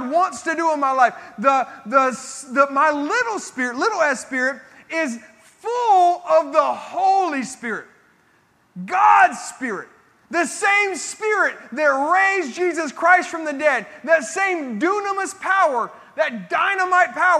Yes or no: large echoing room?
yes